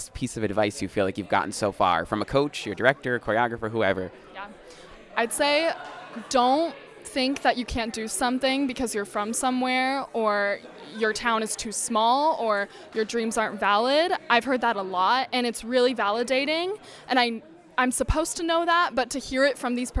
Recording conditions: busy venue